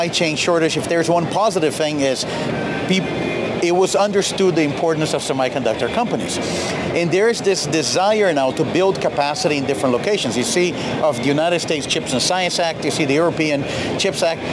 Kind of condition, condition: setting, busy venue